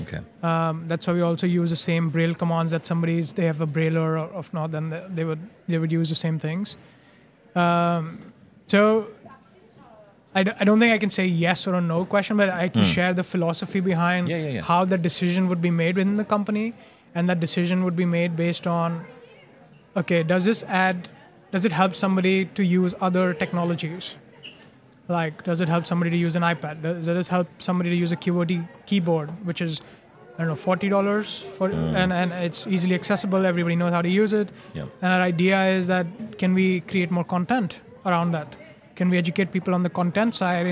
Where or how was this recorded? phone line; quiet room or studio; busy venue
busy venue